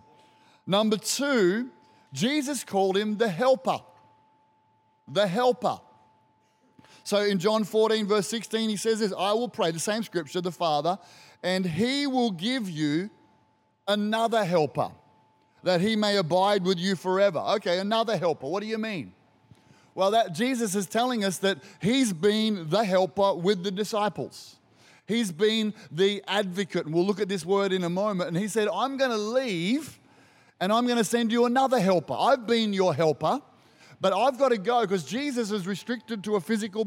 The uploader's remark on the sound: Recorded during our 9am service on Sunday, the 21st of May 2023